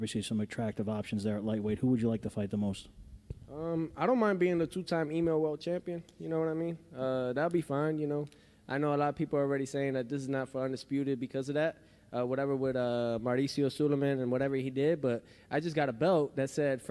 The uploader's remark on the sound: POST-FIGHT PRESS CONFERENCE